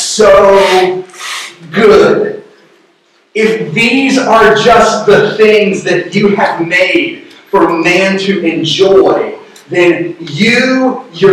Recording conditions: poor sound quality